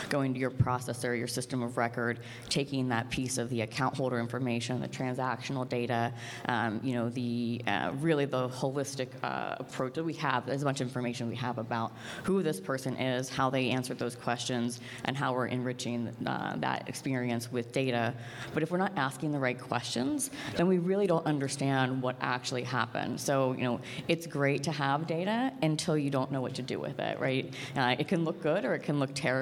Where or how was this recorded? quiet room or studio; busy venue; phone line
busy venue